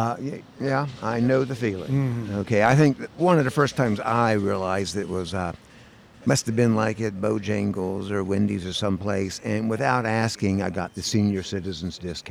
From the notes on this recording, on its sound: This episode was recorded at Saluda Outfitters in Saluda, NC – home of Green River Eddy’s Tap Room.